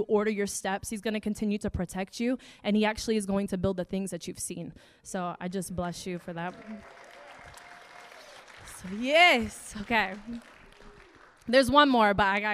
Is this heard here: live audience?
yes